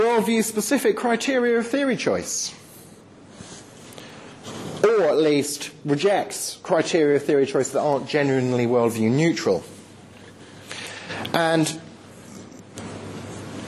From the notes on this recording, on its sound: Lecture delivered to the University of York Postgraduate Christian Fellowship, Dec 9th 2010.